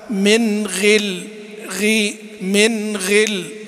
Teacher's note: هي طبعا زي ما قال المتولي رحمة الله عليه، قال: فهي وإن تكن بأدنى منزلة فخيمة قطعا من المستفلة، فلا يقال إنها رقيقة كضدها تلك هي الحقيقة. يعني هي ما يقال إن الغين هنا مرققة، لكنها في أدنى منازلها